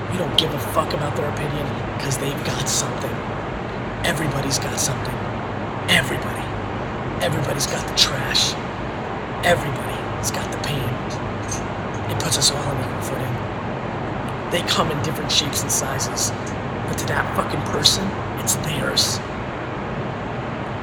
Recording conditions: phone or laptop microphone